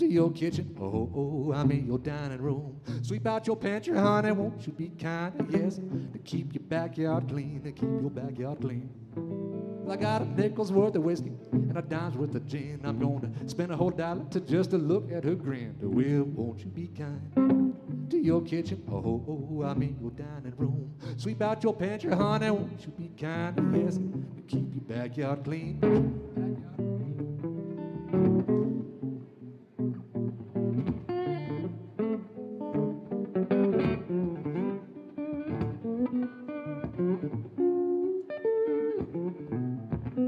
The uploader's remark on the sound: Live at The Kennedy Center